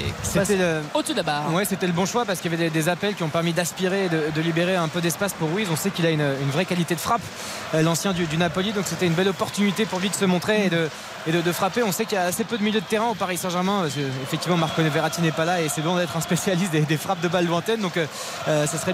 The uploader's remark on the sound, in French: En direct du Parc des Princes.